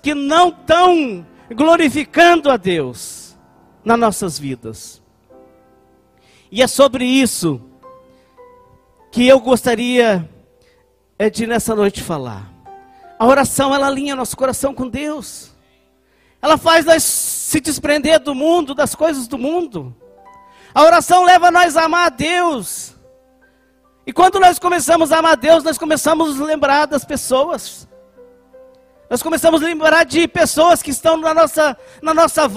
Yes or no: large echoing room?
yes